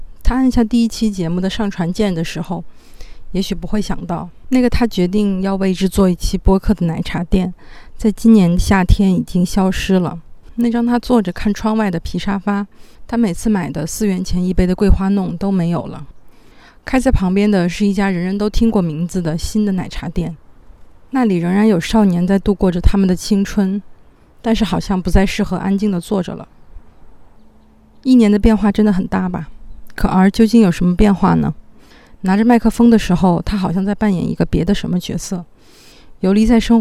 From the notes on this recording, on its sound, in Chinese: 在户外边走边录的音，所以录音质量会稍微差一些，抱歉啦